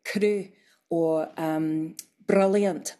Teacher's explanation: It's just a little tap. It's not a long roll, and that's more common in contemporary speakers.